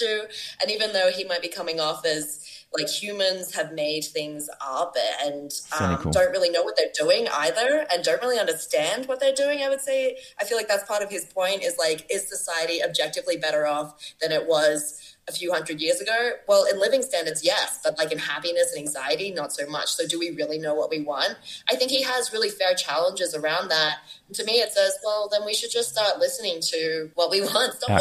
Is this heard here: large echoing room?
no